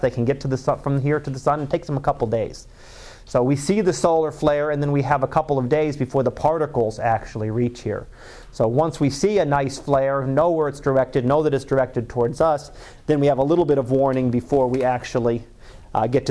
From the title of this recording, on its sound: Live Class Lecture